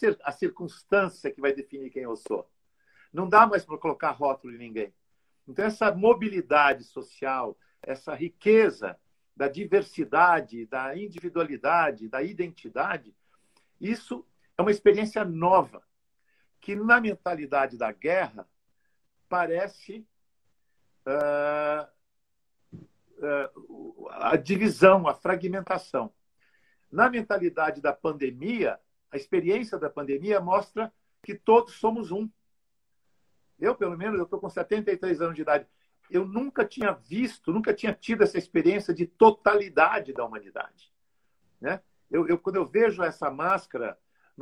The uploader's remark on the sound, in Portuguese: Um bate papo realizado em uma live no instagram